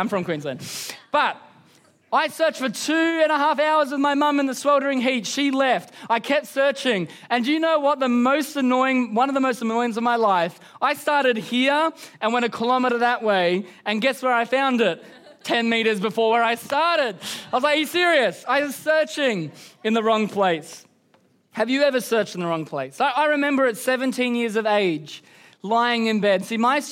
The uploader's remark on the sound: Recorded during our Melbourne East service on Sunday, the 10th of December 2023